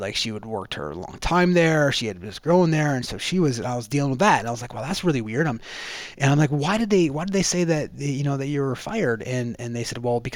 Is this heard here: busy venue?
no